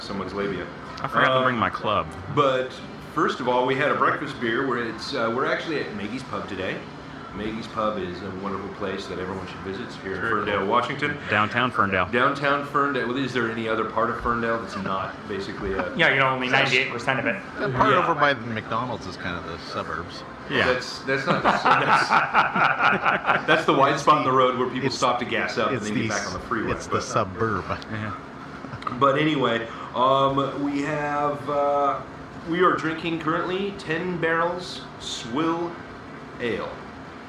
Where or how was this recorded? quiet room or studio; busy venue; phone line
busy venue